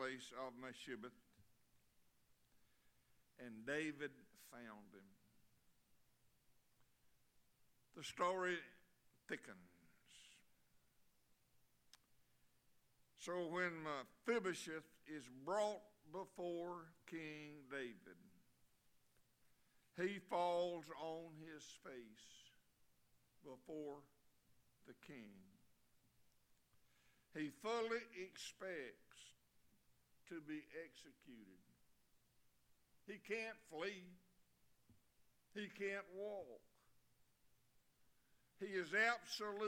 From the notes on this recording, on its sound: Sunday evening service. Liberty Baptist is a wonderful, growing, and encouraging body of believers just outside Tifton in the Harding community.